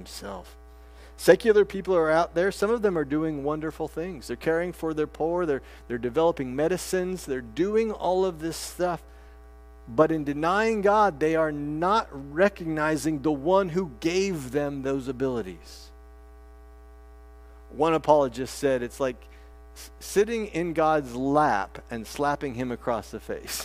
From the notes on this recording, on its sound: This sermon preached at First Artesia CRC